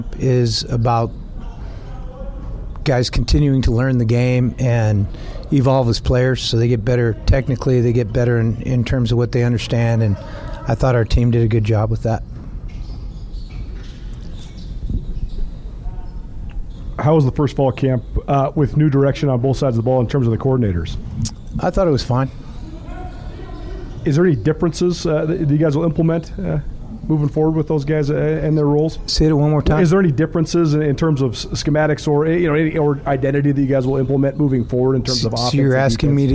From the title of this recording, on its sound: Montana Griz press conference